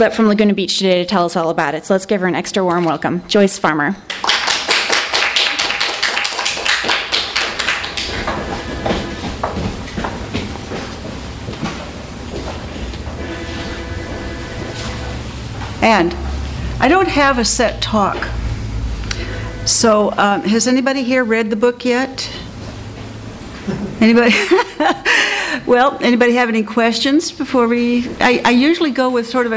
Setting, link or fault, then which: setting, live audience